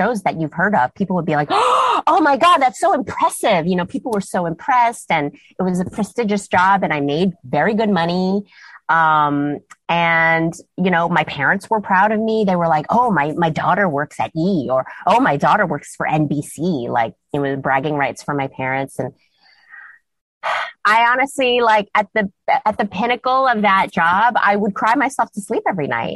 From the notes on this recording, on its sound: sat down with me over Zoom